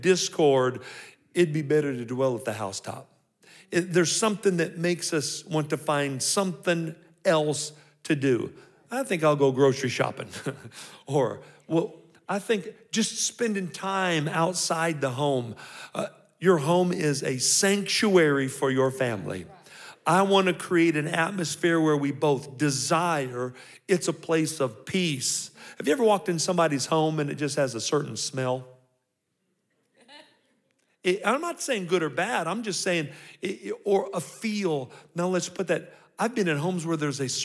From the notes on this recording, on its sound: 2023 Marriage Seminar (General Session 2). These episodes were recorded live. At our 2023 Calvary Marriage Seminar.